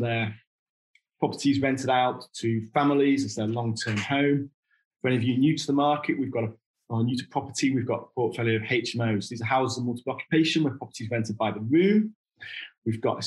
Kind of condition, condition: link, video call